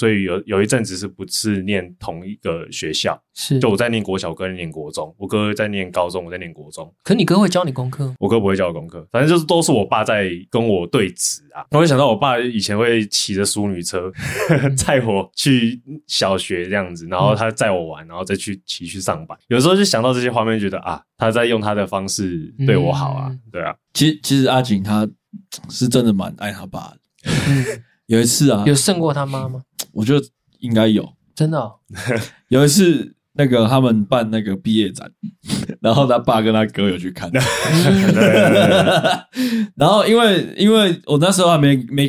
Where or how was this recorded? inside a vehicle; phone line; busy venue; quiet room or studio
quiet room or studio